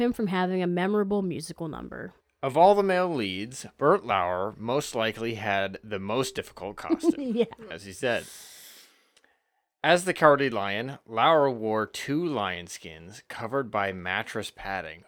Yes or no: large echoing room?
no